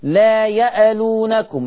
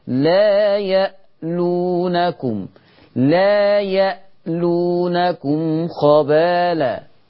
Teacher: لما تيجي همزة ساكنة في القرآن رجاء نحقق ما فيها من شدة وجهر، وما نقلقلش الهمزة · Shown in: second take · ما نخليش، ما يبقاش في عندنا حركة للهمزة، لأن في ناس بيعتادوا قضية تحريك الهمزات الساكنة وكأنها كالجرس الموسيقي في الأذن عندهم.